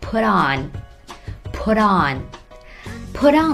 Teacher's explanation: I'll 是 I will 的缩略形式，要注意字母 L 发音时舌尖的位置。对了，放到上齿背后顶住。I'll put on 可以连起来说成 put on puton。细心的听众们可能已经发现了，在美式英语中 put on 在连起来说的时候，中间的字母 T 的发音接近于字母 D，只是大家不要把字母 D 发得很重，轻轻地来一下就可以了。